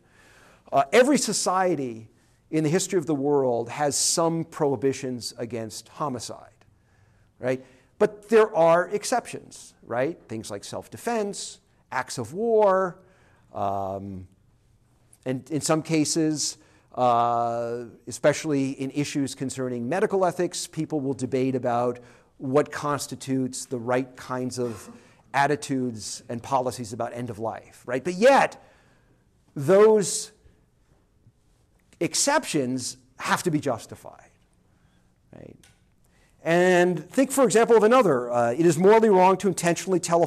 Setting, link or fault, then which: setting, large echoing room